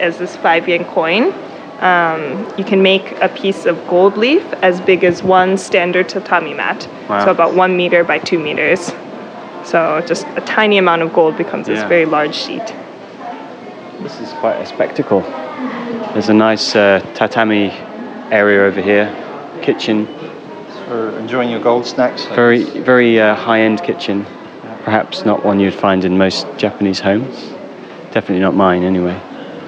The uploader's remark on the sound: A special on location recording of the “Best Of Japan Tour” in Coredo Muromachi. The tour we went on is essentially a food tour with nibbles, you can hear our munching sounds on the podcast.